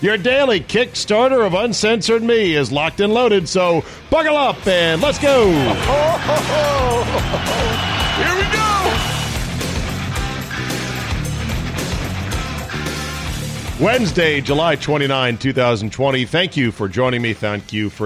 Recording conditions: busy venue